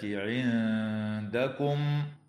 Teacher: وتخفى النون الساكنة عند الدال مع الغنة مرققة في كلمة عندكم